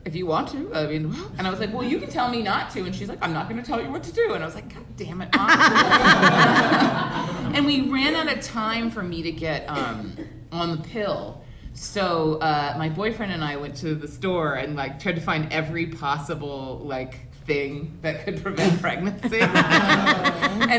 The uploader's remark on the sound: Live in San Francisco!